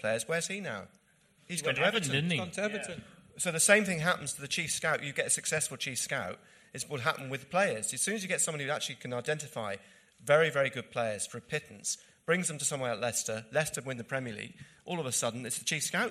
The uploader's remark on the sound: Live in Manchester! The WMS team travelled to Manchester for a special live show during the international break.